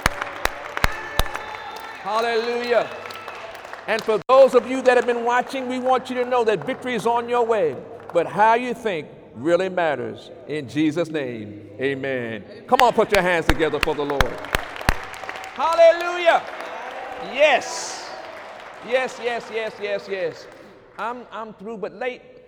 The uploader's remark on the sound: During Sunday morning service on March 24, 2019